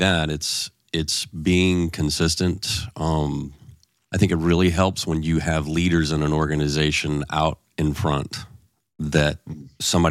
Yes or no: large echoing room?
no